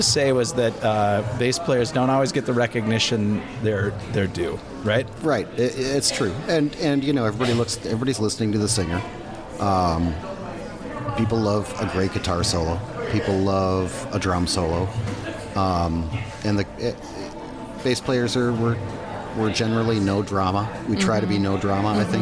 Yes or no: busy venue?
yes